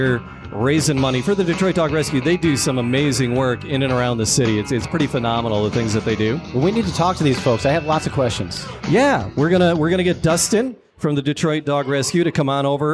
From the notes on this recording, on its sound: At the Detroit Shipping company for a special live episode. We record out on the balcony of DSC while there is a fundraiser going on to support the Detroit Dog Rescue.